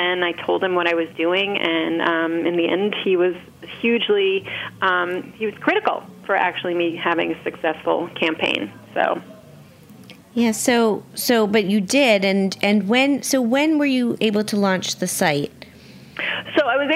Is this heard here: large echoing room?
no